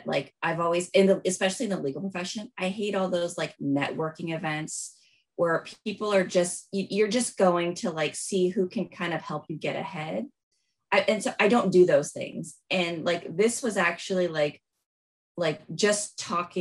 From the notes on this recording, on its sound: Several of our friends got together over Zoom.